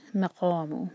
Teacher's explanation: ہمارا جو میں ہے یہ مو نہیں ہونا چاہیے، صرف قاف ہیوی ہے، میم ہیوی نہیں ہے